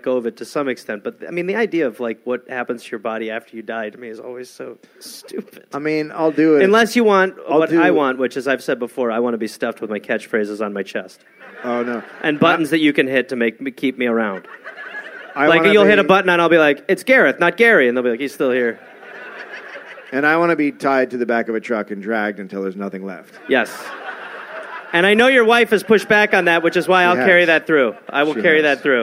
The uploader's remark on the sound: Recorded live in Cardiff